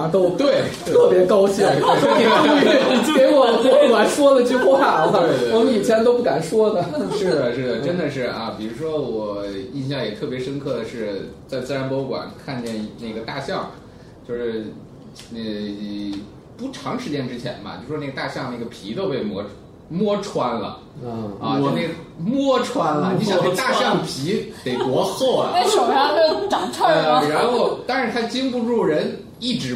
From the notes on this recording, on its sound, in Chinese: 本期节目为在张大妈办公区用录音笔录制，可能有街道上的杂音，请见谅。